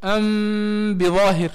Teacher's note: جاز إخفاء الميم الساكنة عندها مع الغنة، ويسمى إخفاء الشفوي، وهو الذي اختاره الداني.